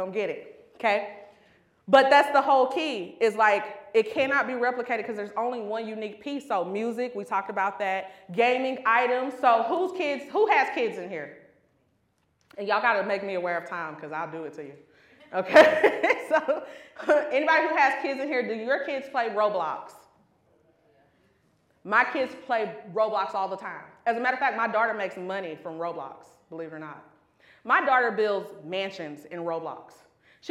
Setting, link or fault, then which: setting, live audience